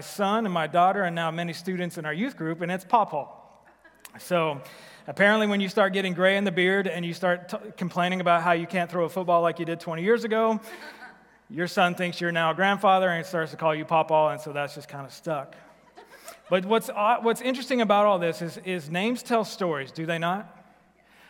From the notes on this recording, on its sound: Recorded live at The Fellowship at Two Rivers